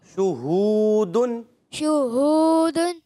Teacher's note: آخر تک آپ نے ہونٹوں کو گول رکھنا ہے